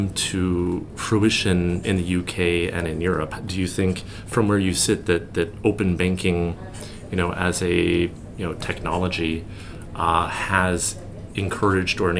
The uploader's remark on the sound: Live at Money2020